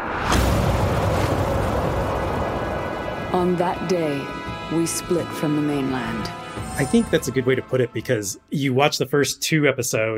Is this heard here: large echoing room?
no